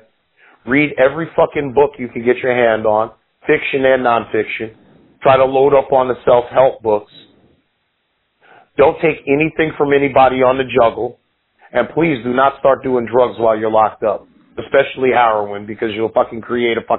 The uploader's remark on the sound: On the phone